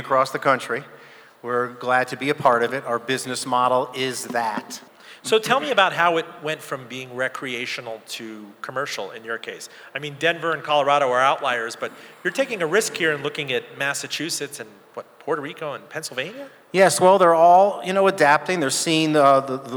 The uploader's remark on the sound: Live from the International Church of Cannabis